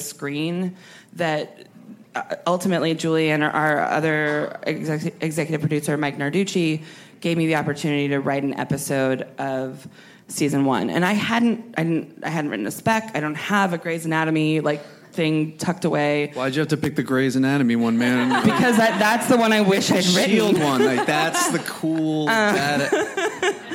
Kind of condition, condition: setting, busy venue